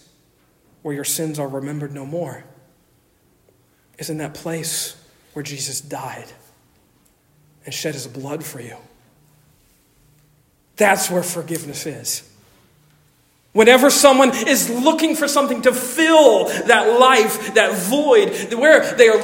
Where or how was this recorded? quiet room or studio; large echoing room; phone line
large echoing room